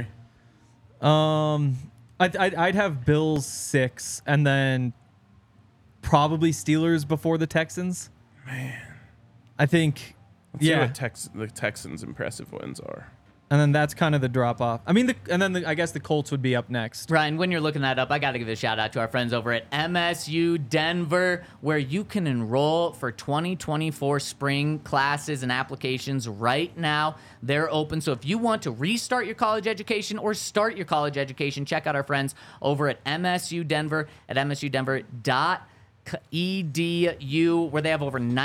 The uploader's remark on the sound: coming to you LIVE from the DNVR Bar